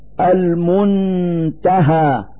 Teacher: نلفظ النون الساكنة من كلمة المنتهى من مخرج التاء من ذات الكلمة المنتهى مع إظهار الغنة التي هي الدليل على وجود النون الساكنة.